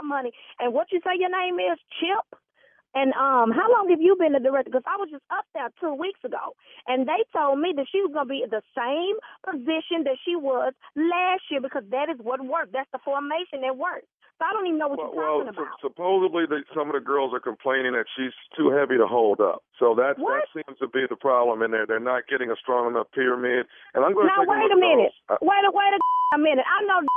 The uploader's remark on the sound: Has a caller from Chi-Town giving his two cents.